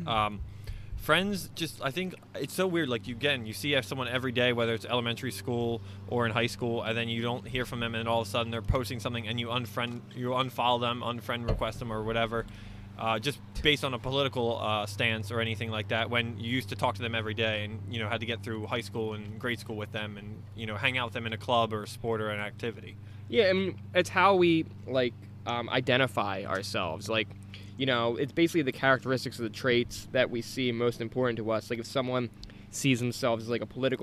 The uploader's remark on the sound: The guys are outside for the first time!